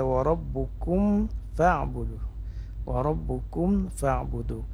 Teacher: Mim sukun bertemu dengan huruf fa. Izhar artinya nampak atau jelas mim sukunnya. Maksudnya memang tidak boleh dipanjangkan. · Term: izhar syafawi